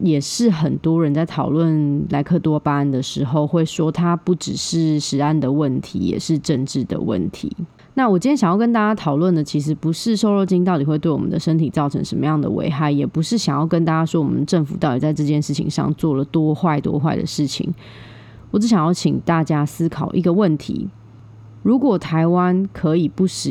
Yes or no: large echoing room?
no